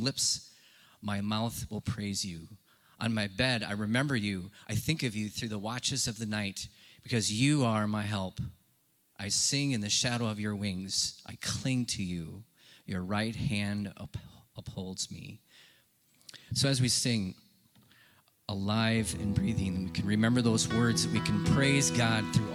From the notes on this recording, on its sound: Live from our Celebration Ministry Center